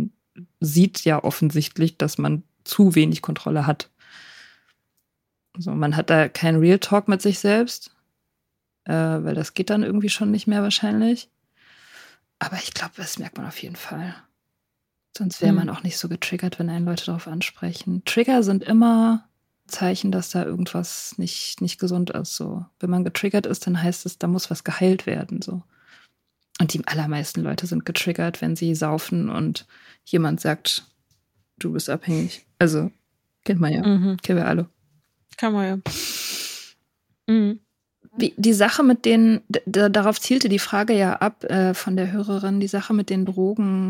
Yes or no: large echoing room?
no